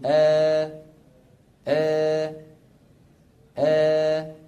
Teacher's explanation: طيب، من العرب من كان يمزج بعض الألفات بالياء، يعني يفتح فمه ولكن في نفس الوقت يرفع وسط لسانه رفعا خفيفا · Term: إمالة صغرى